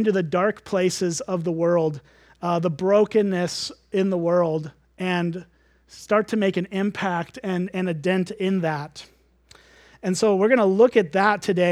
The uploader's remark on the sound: at Springbrook Church in Antigo, WI.